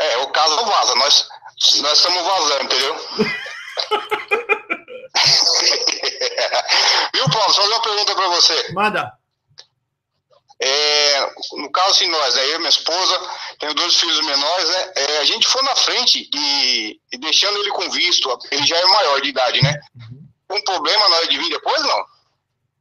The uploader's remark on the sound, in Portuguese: Vou atender você ao vivo via WhatsApp e responder as suas dúvidas sobre os EUA!